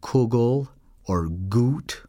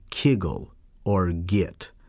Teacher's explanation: It differs particularly on the vowel that sometimes is oo and is sometimes e. So in many cases, the text will say kugel or gut, which means good.